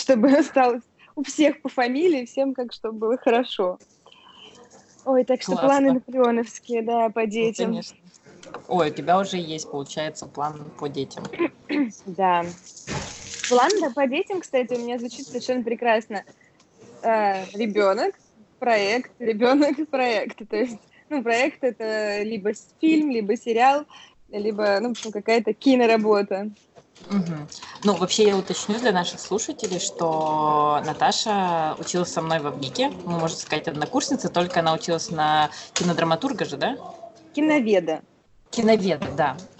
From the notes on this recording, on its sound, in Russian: Она в Москве, а я дома в Якутске. Это, кстати, мой первый опыт записи через скайп, поэтому иногда пропадала связь и в целом качество звука не на самом высоком уровне. Не считая кашля, чиханий.